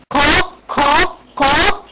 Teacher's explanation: طيب طب لو اختلفت الصفه، لو سمعت صفه زي دلوقتي زي ما احنا مثلا عملنا ونطقنا القاف قا قا قا، ها نطقناها دلوقتي ايه؟ المفروض يكون في القاف جهر، لكن هنا اللي حصل ايه؟ سمعت همس